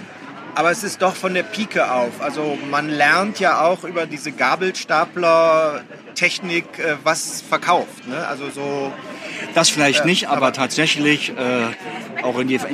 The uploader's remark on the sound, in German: live von der Frankfurter Buchmesse